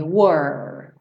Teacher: você pensa primeiro em parar no R, were, com a língua enrolada, né? Were.